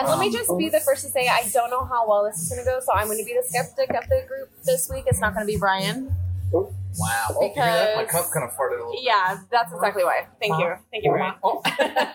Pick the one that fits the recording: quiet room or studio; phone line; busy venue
busy venue